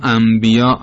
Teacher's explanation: حکم نون ساکن این است که هر وقت به ب برسه تبدیل به میم میشه